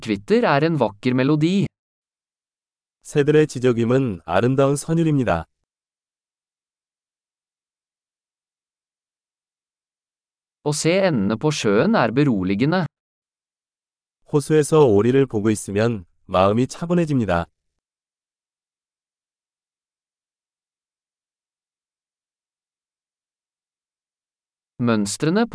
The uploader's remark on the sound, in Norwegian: Lyden av den ravende bekken er terapeutisk.